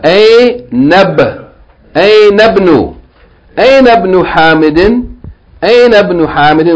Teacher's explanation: notice that Ibn, since it has, it begins with what? Hamzat al-Wasl. So we're going to join Aina directly to Ibn